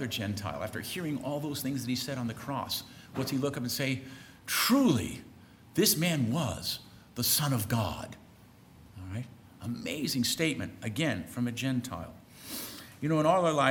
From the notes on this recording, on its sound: On Saturday, participants were treated to a full day of talks, beginning with a lecture from College President